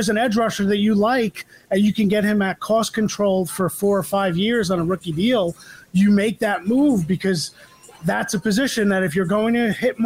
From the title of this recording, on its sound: LIVE From The Giants 2023 Draft Party